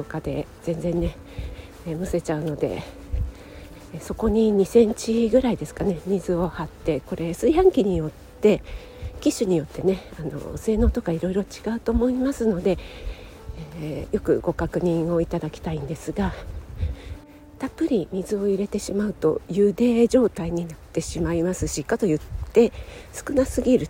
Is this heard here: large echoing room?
no